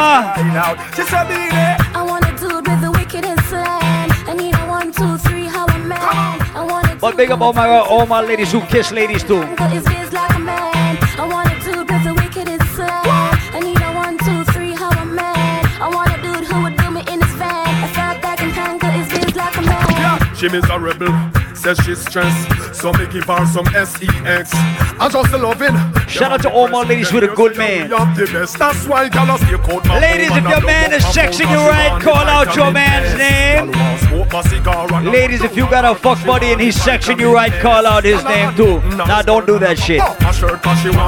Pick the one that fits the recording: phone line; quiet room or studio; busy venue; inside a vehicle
busy venue